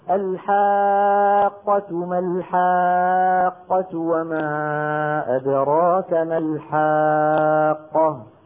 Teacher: إذا ما وضحت التصادم عند نطق القاف الساكنة لا يكاد يسمعها السامع، اسمعوا غير الواضحة غير الواضحة: الحاقة ما الحاقة وما أدراك ما الحاقة.